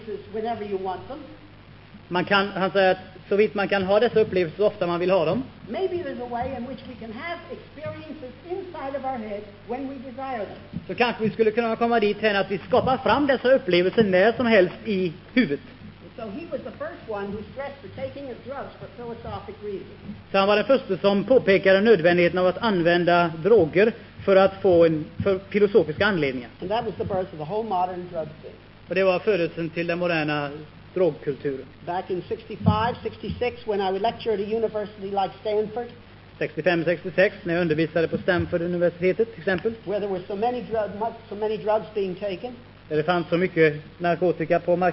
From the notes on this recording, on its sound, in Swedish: Inspelad i Akademiska föreningen i Lund 1973.